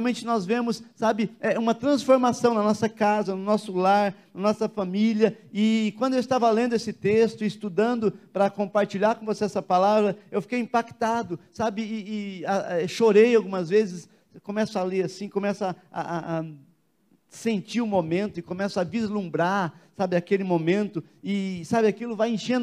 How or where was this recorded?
large echoing room